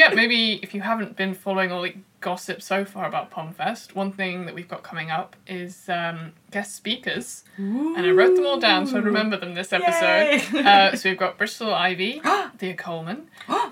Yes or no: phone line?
no